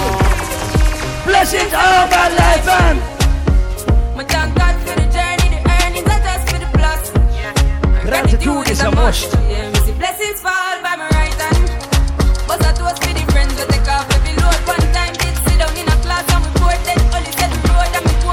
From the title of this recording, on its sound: LIVE AT ISLAND SATURDAYS ON APRIL 27TH